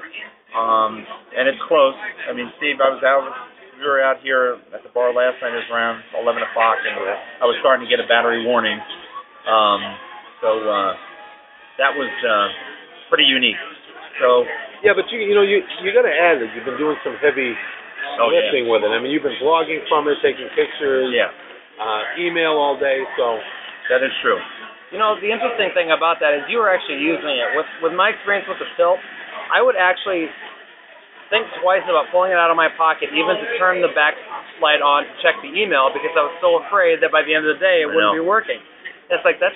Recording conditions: poor sound quality